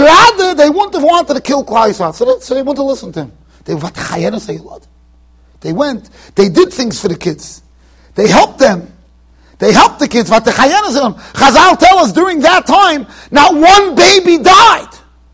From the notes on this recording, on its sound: Shiur recorded in Yeshivas Ohr Reuven, Monsey NY.